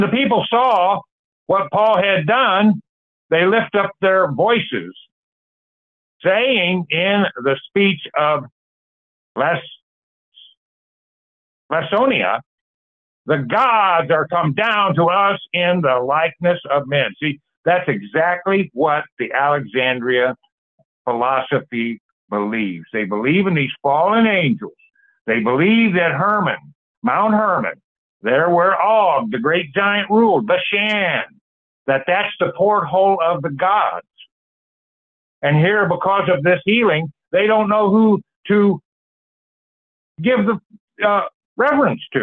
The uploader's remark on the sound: Call In Bible Study